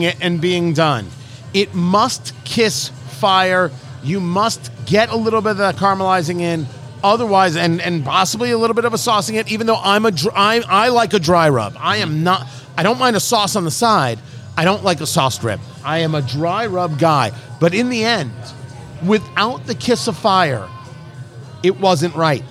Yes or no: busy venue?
yes